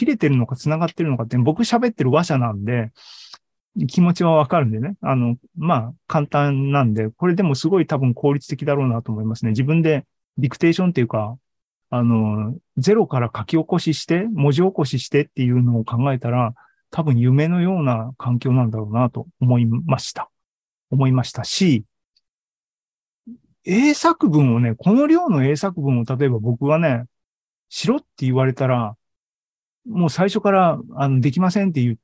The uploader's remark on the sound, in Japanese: ２０２２年１０月２６日に開催した ZOOMライブの模様です。